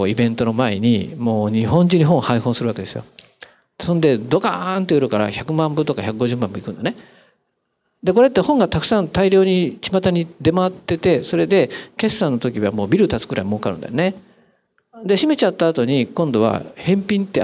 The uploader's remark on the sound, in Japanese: 公開収録